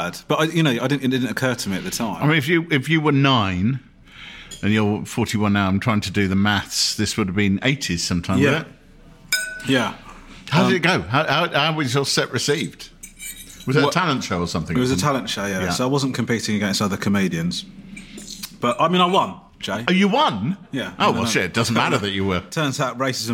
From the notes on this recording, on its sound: A lively meal in New York City, for this episode of Out to Lunch recorded before lockdown. Lunch at Crown Shy.